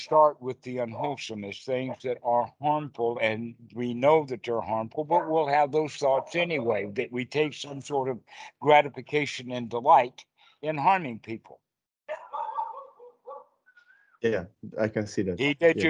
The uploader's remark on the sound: skype calls on this channel